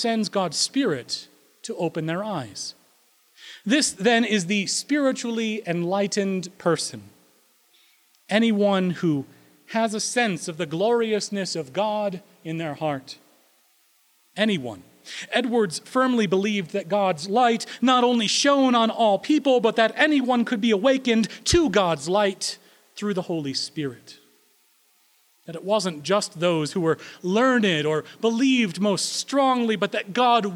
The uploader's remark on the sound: Recorded April 17, 2016 at Corona United Presbyterian Church, New Mexico